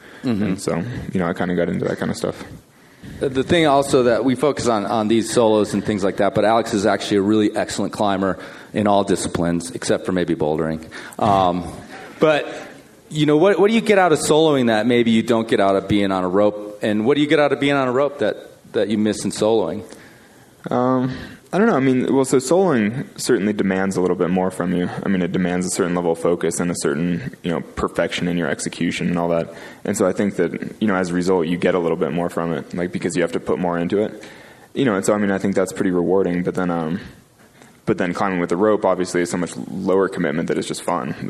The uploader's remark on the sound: We rebroadcast audio from the 5point Aspen event from Feb 2013. In front of a capacity crowd at the Wheeler Opera House in Aspen.